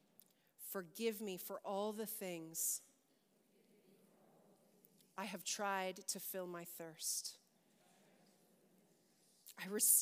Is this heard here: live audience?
yes